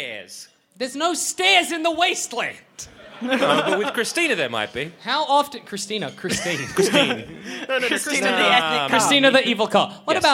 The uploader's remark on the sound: Why Haven't We Done a Vs Episode LIVE?! Our heroes climb onstage, shield their eyes against the lights, take a sip of their water.